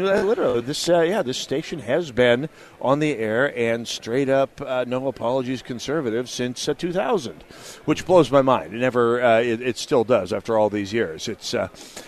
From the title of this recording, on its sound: Live at The Sportsmen Show!!